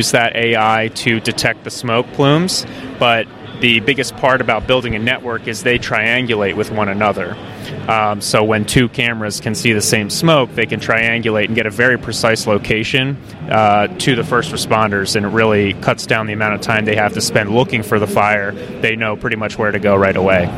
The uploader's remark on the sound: at the Trees and Utilities 2023 Conference